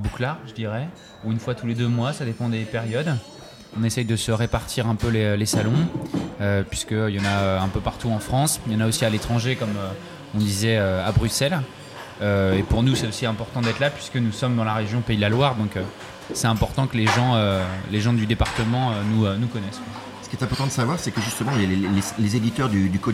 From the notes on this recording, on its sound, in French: Nous sommes le 18 septembre 2022 et assis à une table du bar le Clémenceau de Jard sur mer. Assis à une table du bar le Clémenceau de Jard sur mer, nous recevons des auteurs et des éditeurs qui participent à Escale Littéraire, le festival proposé par la communauté de commune Vendée Grand littoral.